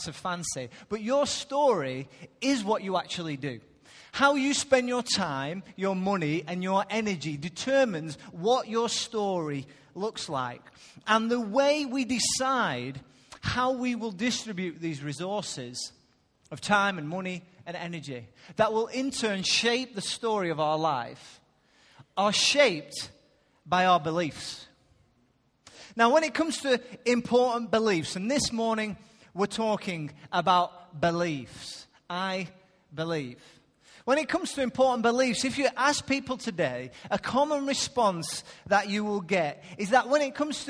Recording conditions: large echoing room